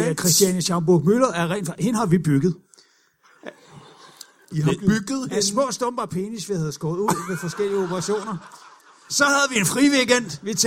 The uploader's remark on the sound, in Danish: LIVE fra Comedy Zoo Aarhus